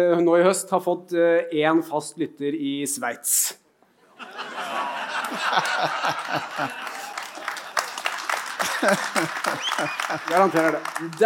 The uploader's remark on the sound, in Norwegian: AVHØRTs Juleshow, live fra Rockefeller!